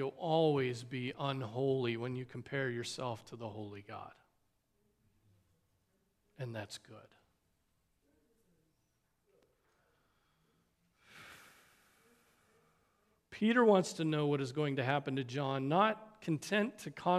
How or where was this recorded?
large echoing room